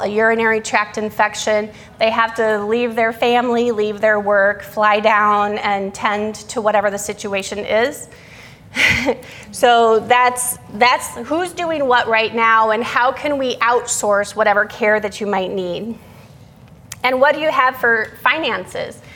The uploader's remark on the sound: Today's podcast is a session that was recorded from our Alzheimer's and Dementia seminar held here at McGregor Baptist Church on February 19th, 2022.